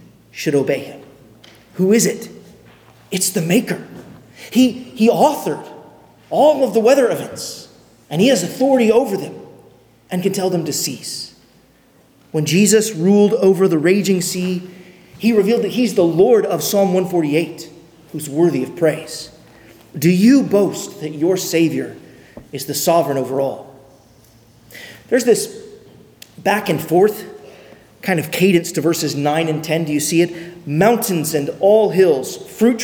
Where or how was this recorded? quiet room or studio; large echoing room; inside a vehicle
large echoing room